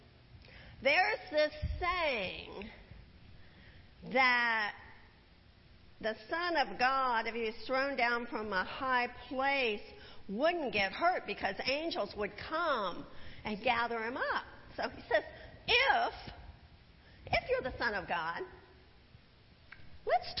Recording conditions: large echoing room